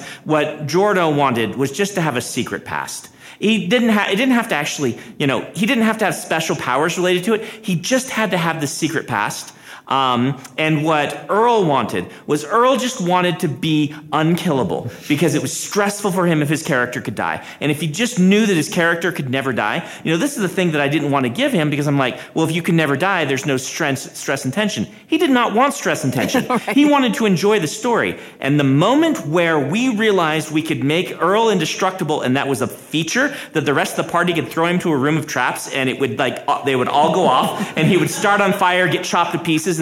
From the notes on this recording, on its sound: This episode was recorded live at LTUE.